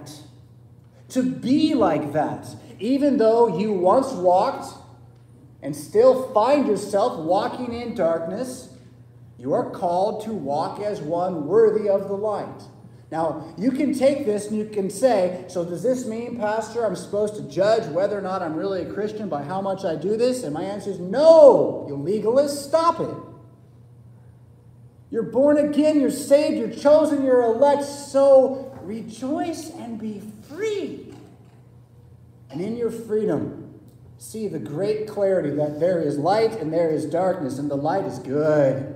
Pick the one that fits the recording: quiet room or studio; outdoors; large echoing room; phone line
large echoing room